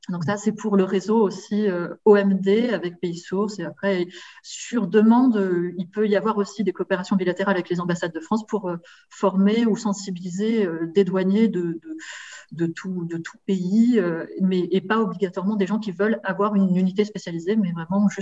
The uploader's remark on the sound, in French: Séminaire de recherche enregistré sur Zoom